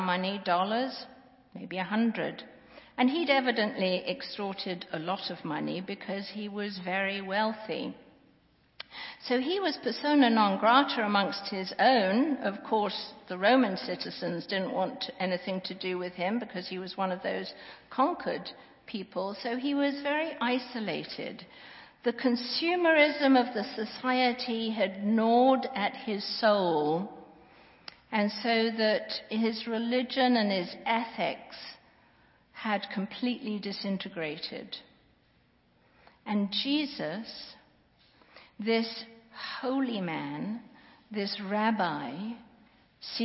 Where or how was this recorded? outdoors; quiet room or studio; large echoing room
large echoing room